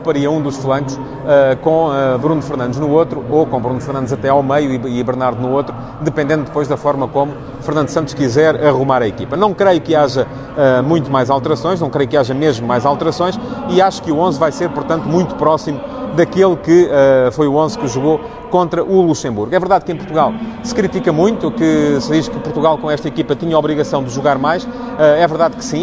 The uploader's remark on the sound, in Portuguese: Em Kiev à espera do jogo. O Futebol de Verdade de hoje ia ser feito em direto do relvado do Estádio Olímpico de Kiev, mas o barulho dos ensaios lá dentro fez-me procurar refúgio no túnel.